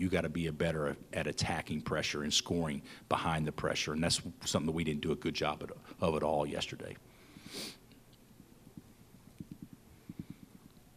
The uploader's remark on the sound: Press Conferences & Post-Game Interviews